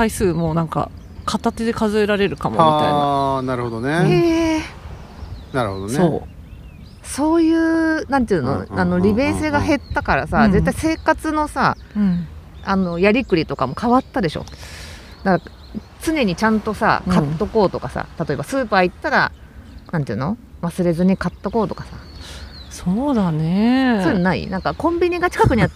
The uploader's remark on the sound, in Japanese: 海辺の野外収録